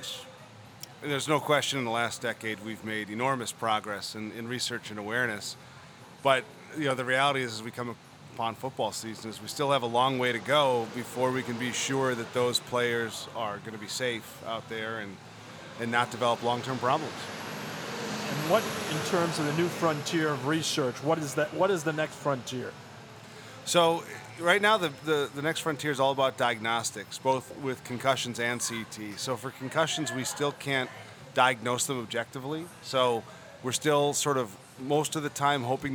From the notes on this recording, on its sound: Live from Fenway Johnnie's in Boston!